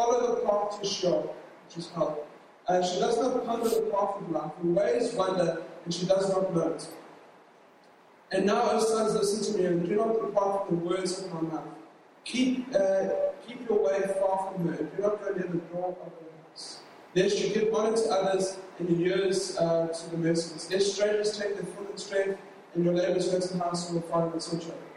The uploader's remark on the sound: LOW QUALITY